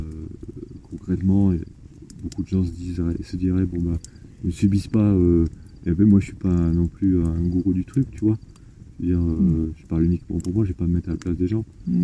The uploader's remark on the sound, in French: Un épisode enregistré dans les montagnes provençales. D'abord les miennes puis d'autres voix se joignent à la discussion. Le son a été optimisé au maximum mais il restera problématique pour certains auditeurs.